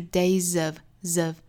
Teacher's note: day 后面的这个 s 应该是浊音的 z